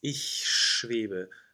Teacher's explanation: the ich, this C-cedille is very far in the front.